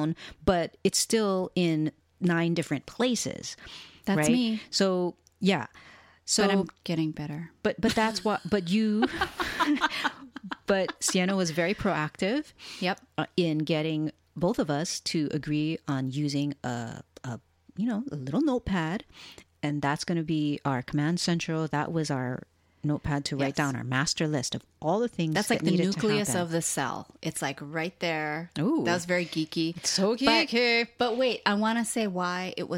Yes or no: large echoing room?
no